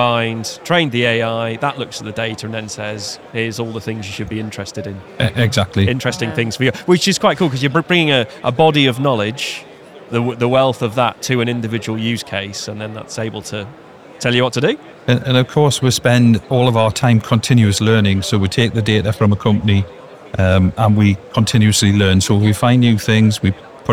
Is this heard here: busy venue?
yes